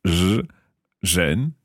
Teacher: basically saying a z, but I'm taking my tongue backwards in my throat. So, zhen. Okay.